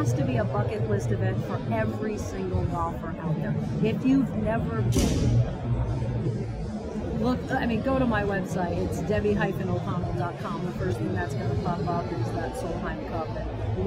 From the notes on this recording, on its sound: Live From the Floor of the PGA Merchandise Show.